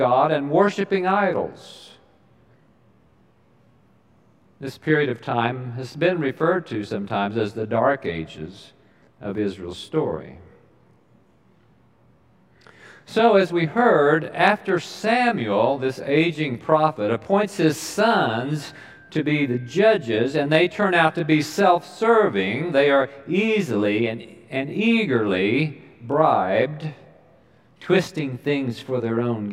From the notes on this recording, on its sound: Recorded live during the Sunday worship service.